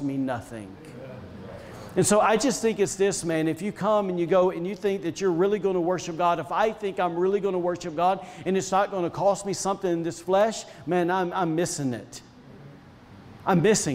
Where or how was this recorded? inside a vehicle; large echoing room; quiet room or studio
large echoing room